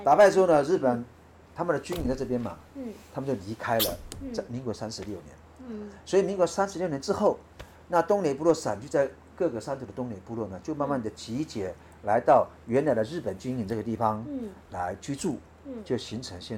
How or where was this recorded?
outdoors